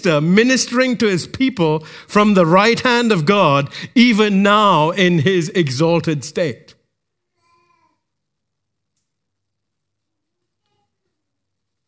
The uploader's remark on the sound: recorded live at Grace Community Bible Church